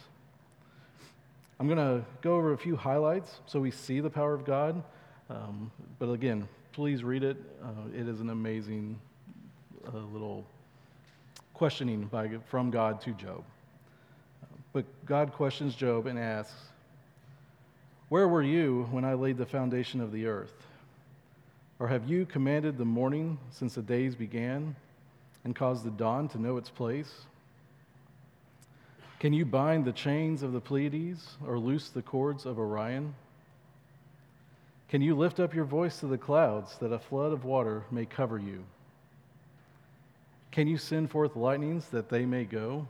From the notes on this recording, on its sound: at Chaffee Crossing Baptist Church in Barling, AR